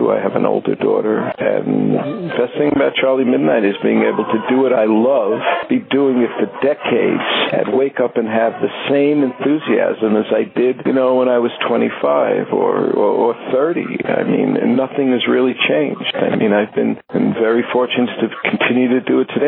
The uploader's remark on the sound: This interview recorded over the telephone was done a few years back.